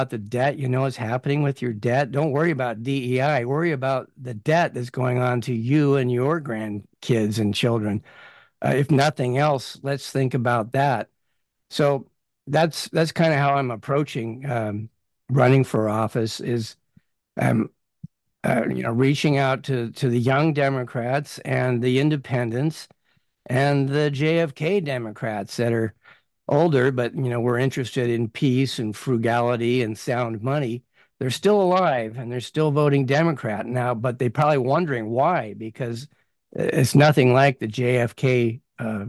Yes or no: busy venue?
no